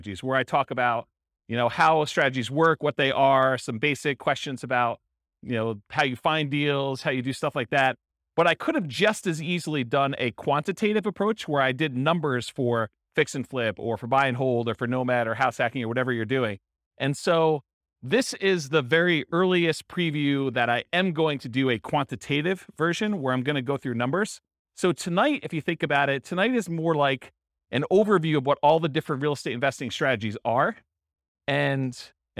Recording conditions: live audience